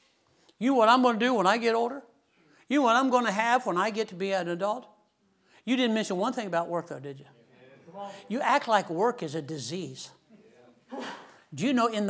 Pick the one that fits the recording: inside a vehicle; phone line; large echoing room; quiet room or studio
large echoing room